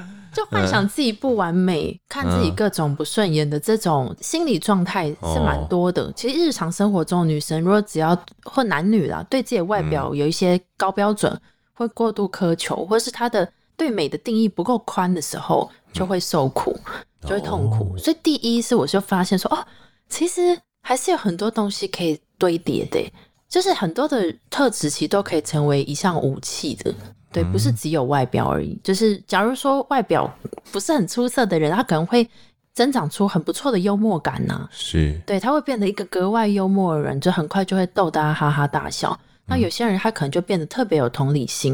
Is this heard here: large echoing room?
no